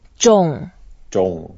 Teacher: 重 is a fourth tone, so we go down.